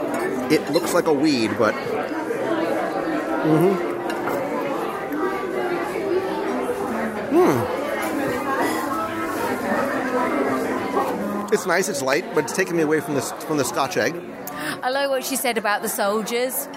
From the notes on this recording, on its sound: Live Review of the Rose & Crown Pub. We're going to visit the Rose & Crown pub in Epcot's United Kingdom pavilion with someone who calls England home for a live restaurant review.